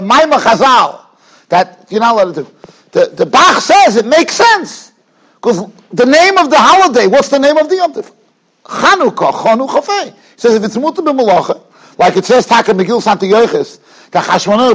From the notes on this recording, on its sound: Shiur recorded in Yeshivas Ohr Reuven, Monsey, NY.